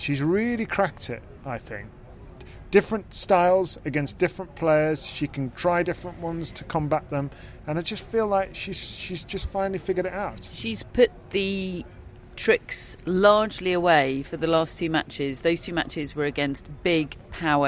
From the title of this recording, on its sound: Live from Wimbledon Day 12